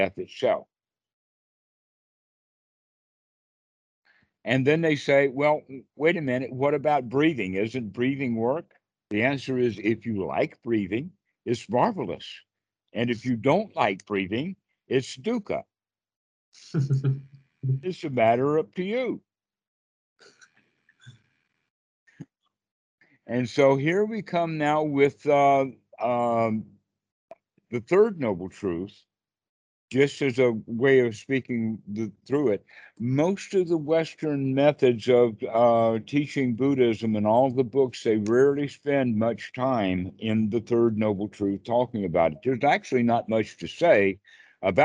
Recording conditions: video call